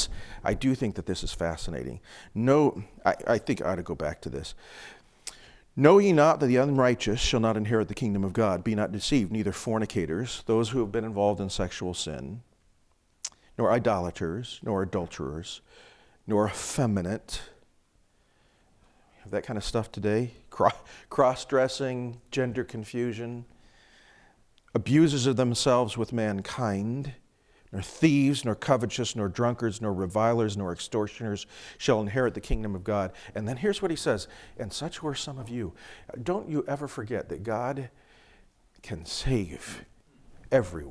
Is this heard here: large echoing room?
yes